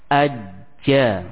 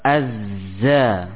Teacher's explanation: Kalau huruf jim, dia bersifat jahar, di sisi lain dia memiliki sifat syiddah, sehingga tekanan pada huruf jim dan huruf zai ini lebih kuat pada huruf jimnya